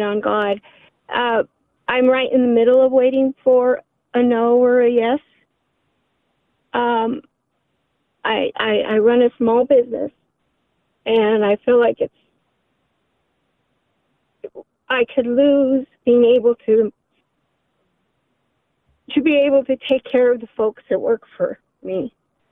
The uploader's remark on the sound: Listeners Call into the show